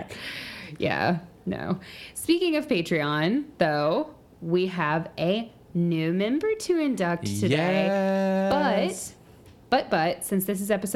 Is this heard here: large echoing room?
no